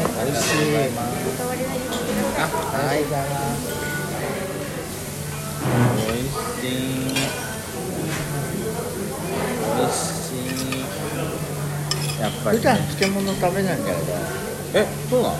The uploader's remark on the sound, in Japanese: ディナーにて